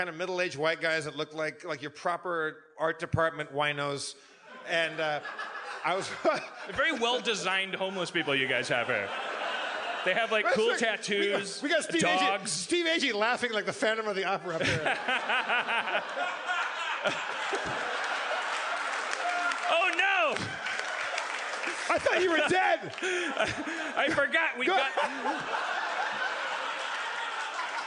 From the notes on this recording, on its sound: LIVE from Bridgetown 2015!